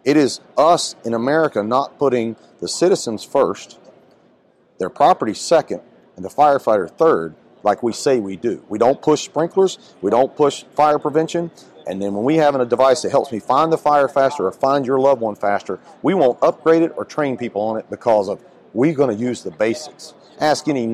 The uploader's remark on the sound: on location at Firehouse Expo in Columbus, Ohio